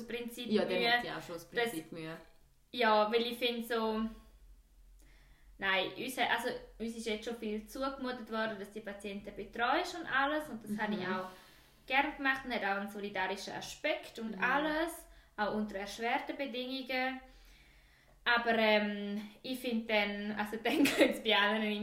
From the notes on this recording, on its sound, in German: Entschuldigend drum di bitz schlechter Ton-Quali. Dass mr bitzli Ziit burcht hend zum üs finda am Afang.